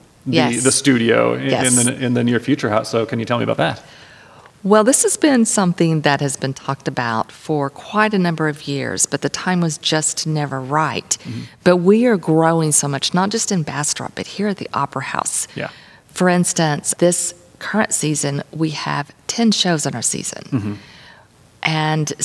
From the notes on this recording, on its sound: Recorded on site at the historic Bastrop Opera House